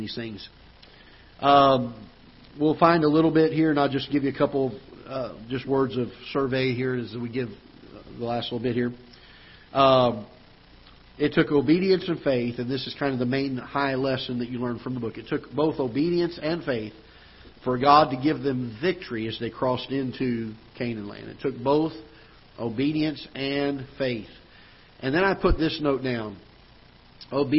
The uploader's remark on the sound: Ketha Heights Baptist Church ~ Live Broadcast